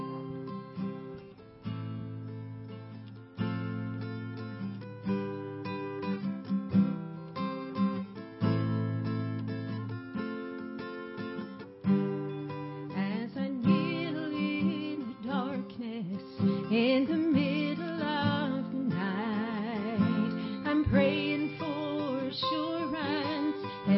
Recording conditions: large echoing room